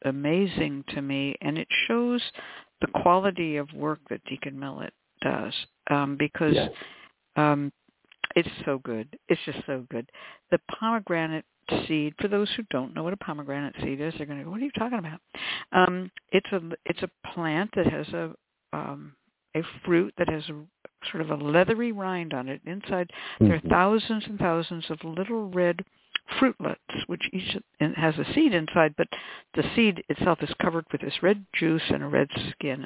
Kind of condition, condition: link, phone line